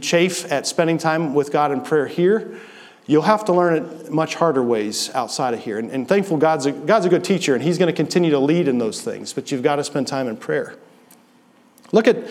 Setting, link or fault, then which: setting, large echoing room